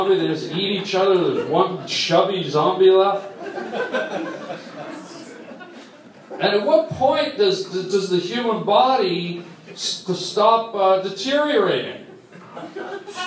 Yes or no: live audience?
yes